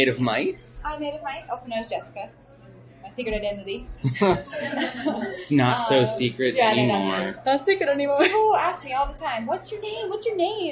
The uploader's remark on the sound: Live from Palm Springs Comic Con